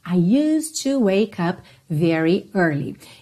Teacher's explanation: Percebe que na escrita é used to, mas a gente não pronuncia o E, ok? Então já fica tudo ligadinho.